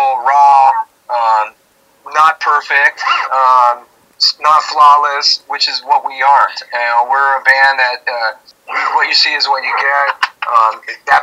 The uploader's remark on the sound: Sound Quality isnt Always great